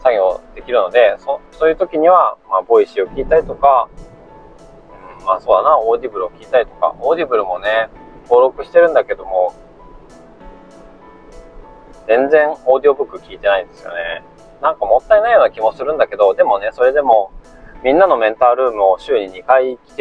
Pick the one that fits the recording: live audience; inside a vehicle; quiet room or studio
inside a vehicle